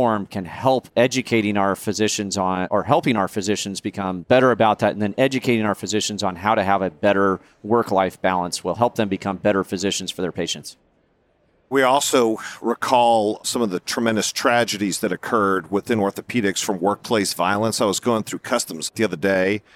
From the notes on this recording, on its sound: Recorded live at the 2023 Annual Meeting.